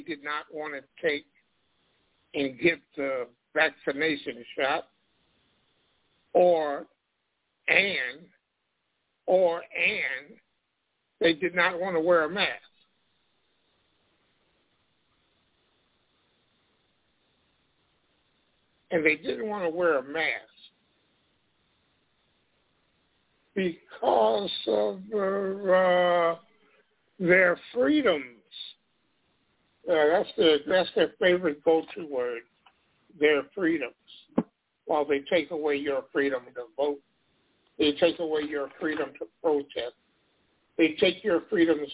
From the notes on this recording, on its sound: Live & Call-In. Working political talk radio.